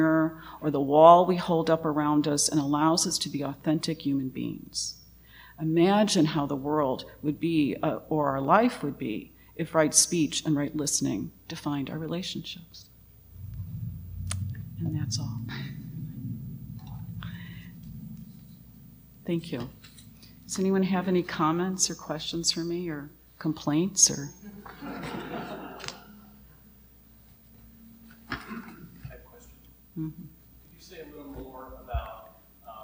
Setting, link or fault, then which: setting, large echoing room